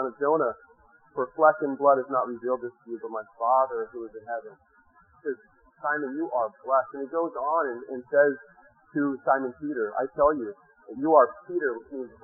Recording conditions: poor sound quality